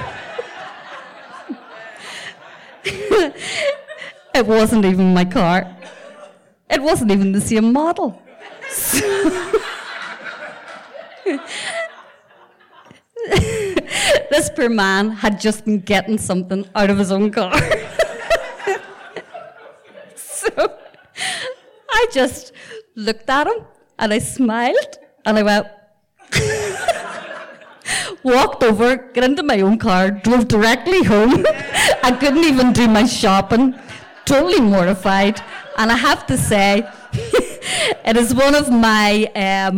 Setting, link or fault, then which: setting, live audience